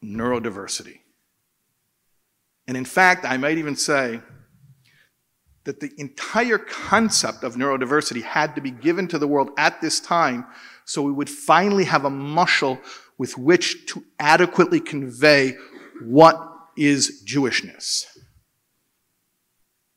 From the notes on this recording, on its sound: In this keynote address at the Kesher Nafshi shabbaton